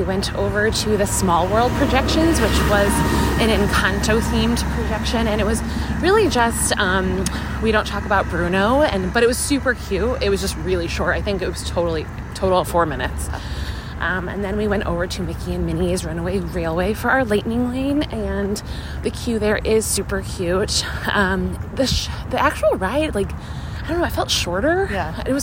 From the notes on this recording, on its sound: Live From Disneyland! We are live from California!